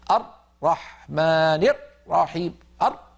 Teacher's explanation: مثلا نسمع من بعض الناس المبتدئين يقول الرحمن رحيم أرض. لما ينطق الراء يقفل مخرجها جدا ويقطع الصوت · Term: حصرمة الراءات